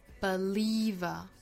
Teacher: 后面这个词 believer 是有三个音节的哒哒，中间这个音节就是紧音了